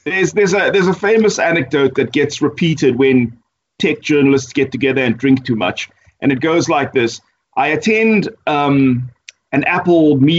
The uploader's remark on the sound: Recorded via Skype